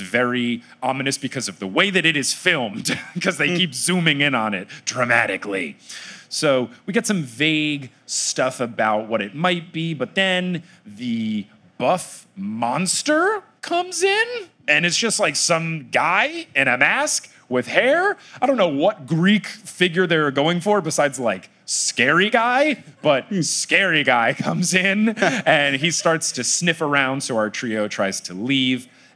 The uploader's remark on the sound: LIVE in San Antonio!